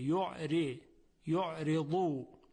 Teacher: طبیعتاً ترقیق میشه، چون حرف را در اینجا مکسور هست، کسره داره